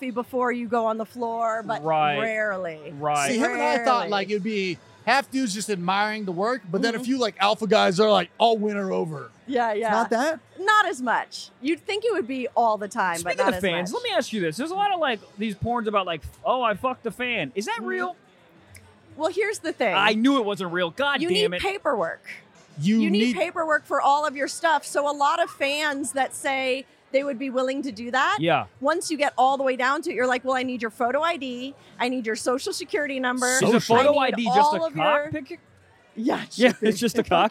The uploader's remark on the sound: Live From The AVNS